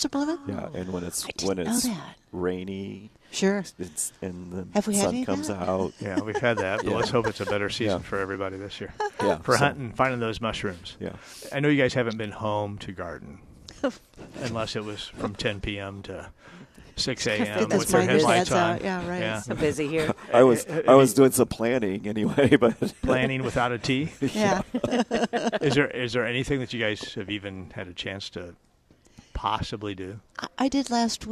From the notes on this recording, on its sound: Live at Prairie Gardens.